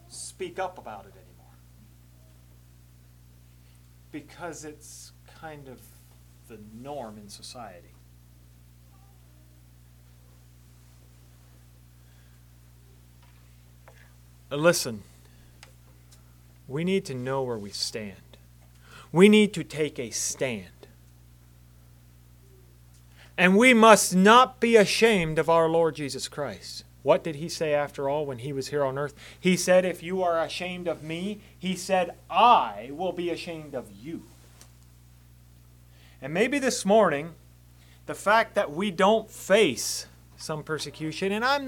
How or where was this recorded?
large echoing room